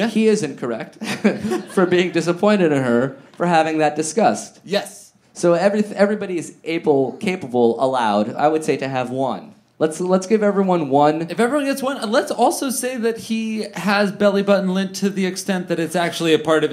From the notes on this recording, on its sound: live at Resident in Downtown LA!